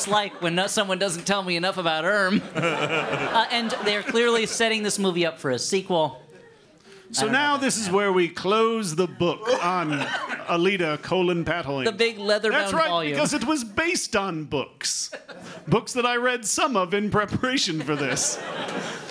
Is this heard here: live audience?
yes